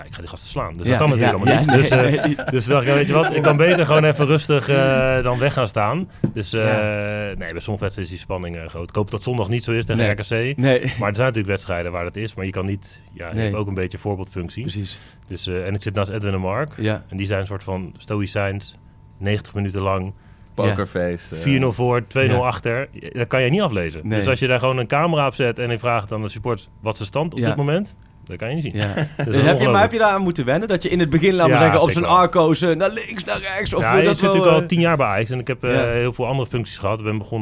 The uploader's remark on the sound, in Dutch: de vijftigste Pantelic Podcast wordt opgenomen in de ArenA